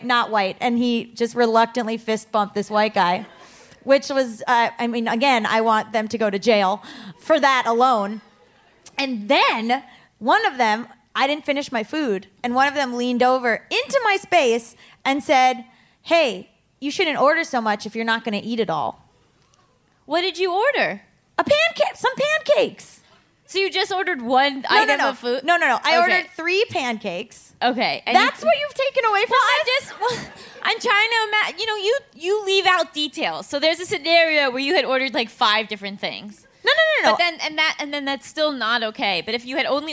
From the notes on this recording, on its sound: Straight from Philadelphia comes the first LIVE recording of Just Between Us! Riled up by the audience.